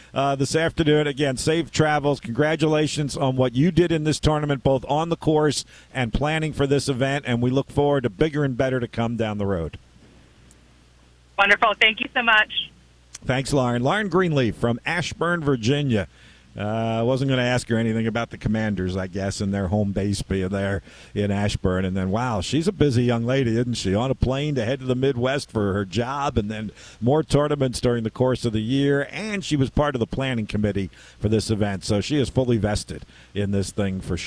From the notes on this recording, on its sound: Despite it being a rain-soaked Wednesday. Broadcasted live from Independence Golf Club at the 1st Women's Open of Virginia.